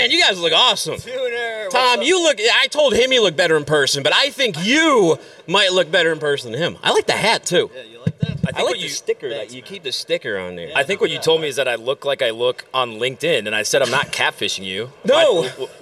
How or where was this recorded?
busy venue